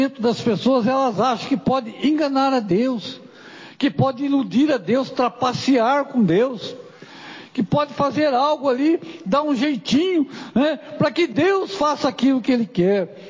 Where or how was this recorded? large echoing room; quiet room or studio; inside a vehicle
large echoing room